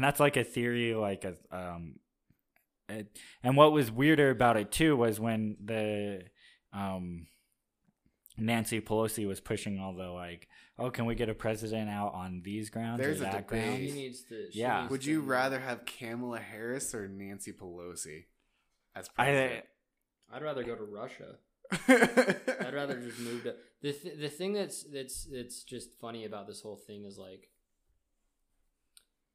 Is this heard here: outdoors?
no